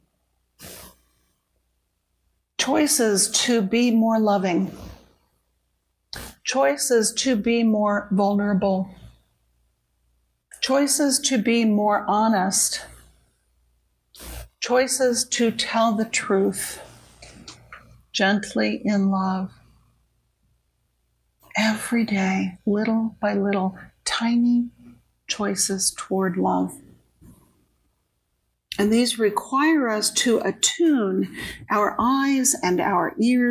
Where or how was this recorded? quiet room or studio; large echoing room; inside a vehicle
large echoing room